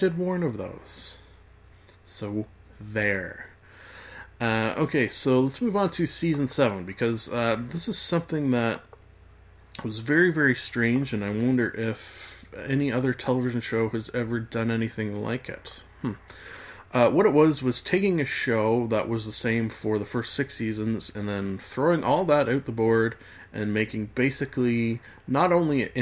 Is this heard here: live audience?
no